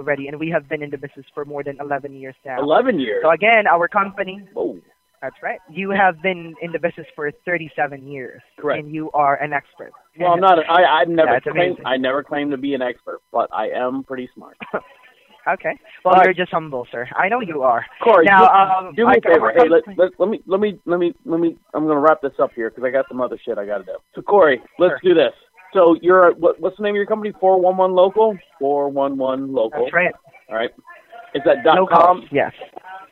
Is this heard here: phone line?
yes